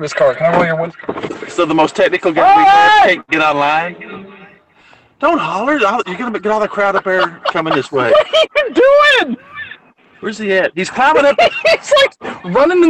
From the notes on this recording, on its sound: Live from the Fair. This show was recorded live from a city fair. On cell phones, so, be nice. We manage to run a fair and record a podcast at the same time.